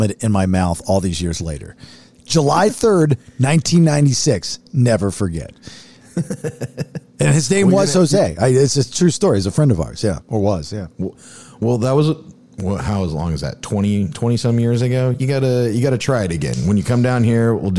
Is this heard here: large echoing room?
no